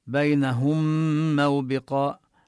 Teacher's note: نبين ضم الهاء وندغم الميم في الميم ونشدد الميم، لما أضغمت الميم بالميم صار عندنا ميم مشددة.